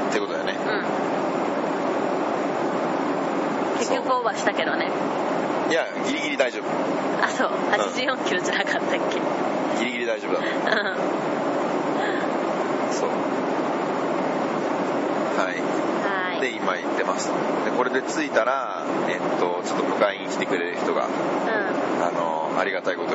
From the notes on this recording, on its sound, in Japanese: 渡航の飛行機で割りと疲れてる状態で。今回は飛行機の中なので、音声がちょっとうるさいです。